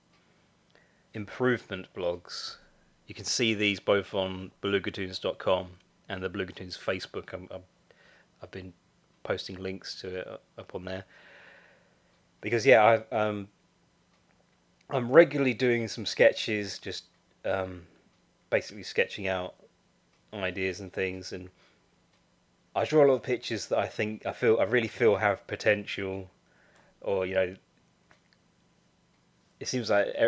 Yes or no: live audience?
no